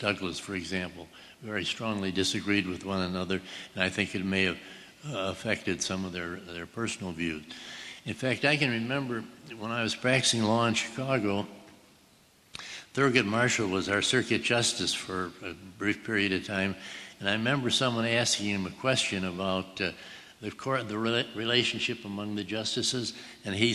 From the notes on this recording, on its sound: A well-attended public discussion at Princeton University. Was held in a packed Richardson Auditorium in Alexander Hall.